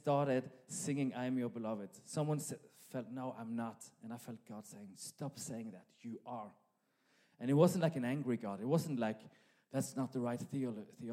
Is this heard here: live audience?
yes